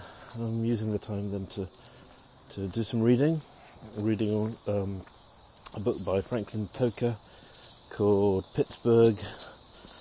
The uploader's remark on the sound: Here are a selection of short audio clips, often recorded on the move as I'm traveling. From our new life in Pittsburgh.